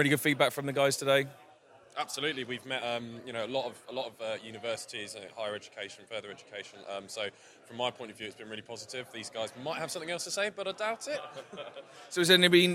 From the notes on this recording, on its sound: LTSMG TAKEOVER. Recorded a takeover show interviewing all of the sponsors and delegates and even got to try some axe throwing.